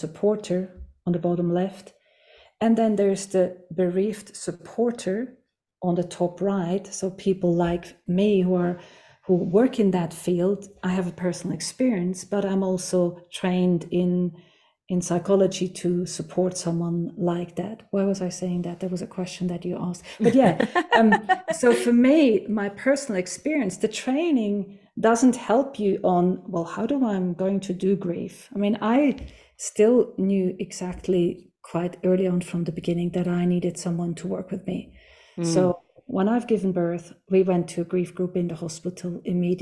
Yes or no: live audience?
no